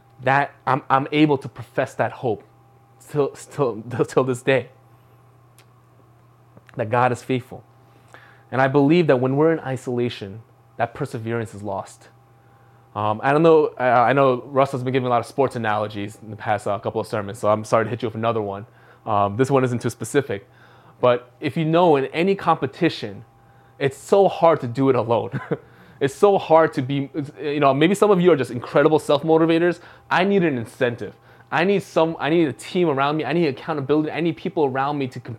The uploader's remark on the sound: from the February 21, 2021 Live Worship Service